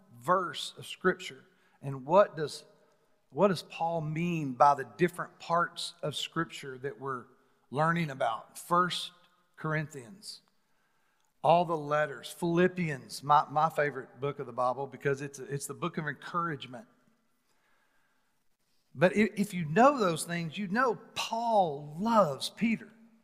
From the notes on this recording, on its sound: Recorded live on January 31, 2021 at The Fellowship at Mt Juliet.